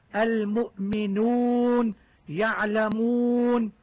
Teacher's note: يجب عدم قراءة الواو من الأنف أو عدم مصاحبتها بصوت الغنة، خاصة الواو المدية، وعلى الأخص الواقعة قبل أو بعد النون أو بين نونين، فقراءتها بغنة أسهل، وهو أيضا من اللحن في التلاوة.